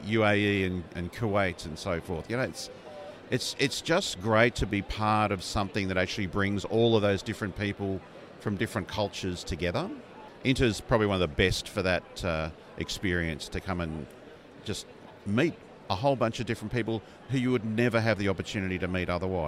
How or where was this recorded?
busy venue